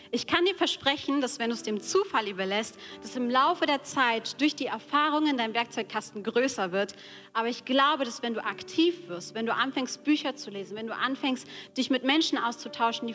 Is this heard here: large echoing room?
yes